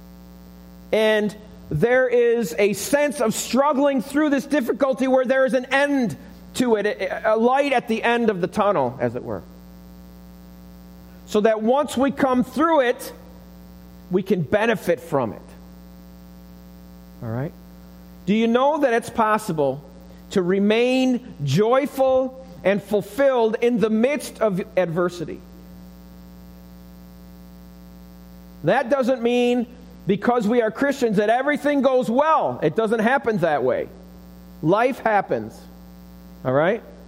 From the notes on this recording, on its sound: Recorded live at the Alabama Full Gospel Fellowship church. 5329 Gravel Rd., Medina, New York 14103.